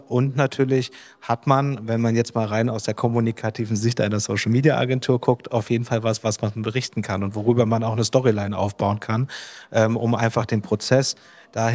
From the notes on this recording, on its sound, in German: Ein Podcast live von der SEEK. Live Podcast produziert auf der SEEK Tradingshow.